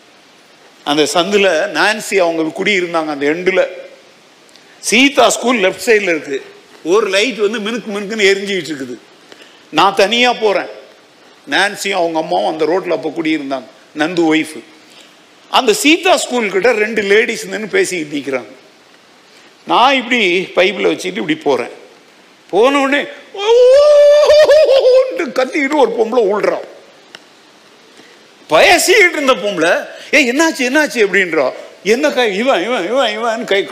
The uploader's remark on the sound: Sunday 2nd Service Sermon Live